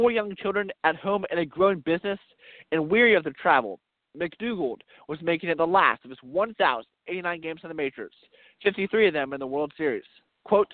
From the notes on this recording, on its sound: We are coming to you live from Mazeroski Field in Oakland